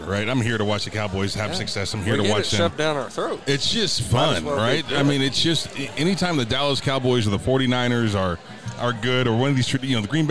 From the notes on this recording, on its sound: Live from Brents.